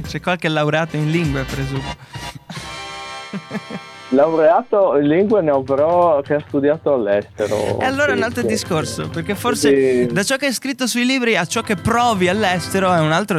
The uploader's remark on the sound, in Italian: Nel programma del mattino abbiamo avuto al telefono uno degli admin di Spoken Carnia.